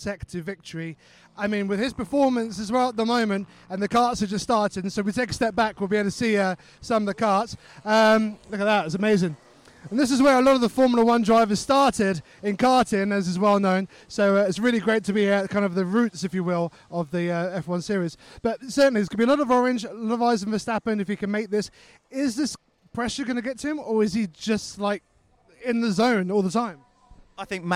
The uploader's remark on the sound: In this episode, we broadcast live from Forest Edge Karting Club near Andover.